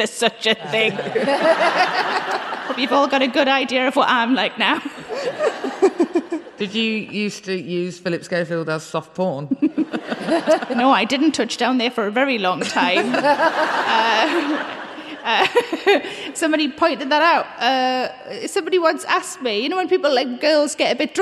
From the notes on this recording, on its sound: Recorded live in March as part of the first Birmingham Podfest.